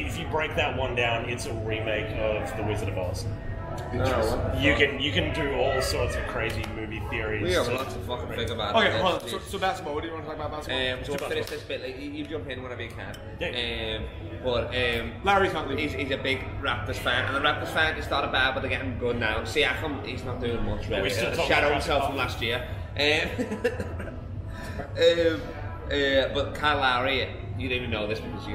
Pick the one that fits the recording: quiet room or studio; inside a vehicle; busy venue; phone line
busy venue